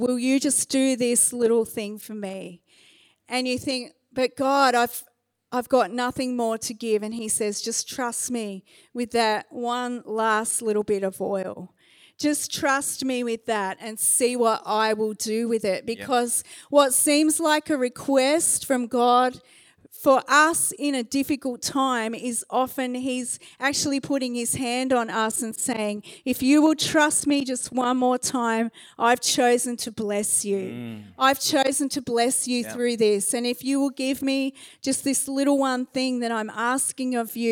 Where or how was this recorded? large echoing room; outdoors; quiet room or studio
large echoing room